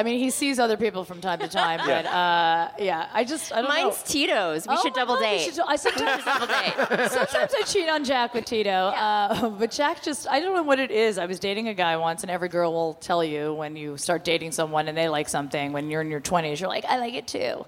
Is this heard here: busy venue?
yes